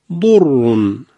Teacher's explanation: و اذا مس الناس ضر، حرف ضاد رو داریم، بعدش هم راء مشدد رو، ضاد حرفیست دارای صفت استعلاء که تفخیم داره. حرف را هم در حالت ذمه خودش تفخیمش رعایت بشه و فراموش نشه.